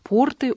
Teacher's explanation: Я знаю, как обращаться со словом «порт» во множественном числе. «Порты» — ударение на первом слоге. А если ударение на второй слог, то это штаны, которые носят крестьяне.